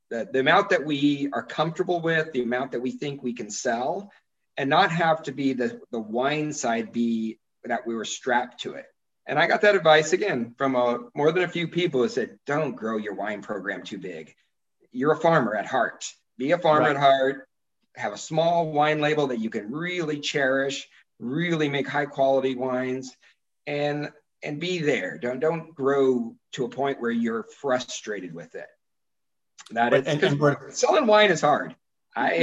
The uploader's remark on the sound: SIP Virtual Wine Tasting and Q&A